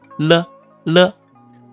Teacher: 收，只有舌尖，那么一点点，它是有一点上翘的接触到我们的硬腭最前端的位置。所以这是他们的第二个区别。那么这个动作，我们该如何去区分呢？我们发呢音的时候，整个舌体你要尽可能地往前走，往上走，记住哦，是整个舌体。大家看一看左边这张小图，整个舌头和硬腭前端接触的这个面儿，接触的面儿很大。在右边这张小图里面发乐音的时候只有舌尖那么一点点接触到音额前端。记住我们的舌尖儿，发乐音，整个舌体不用全部靠前，舌体可以是正常的一种状态，只有舌尖儿那么一点点位置，我们给它稍微翘起来，了，了，非常轻巧地接触。那么气流从舌头的两侧开始流出，所以说这个叫舌边音